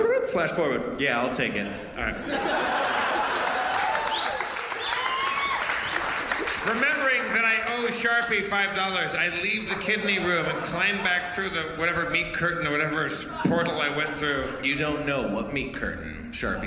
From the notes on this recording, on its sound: Madison, WI. The audience shouts weird things!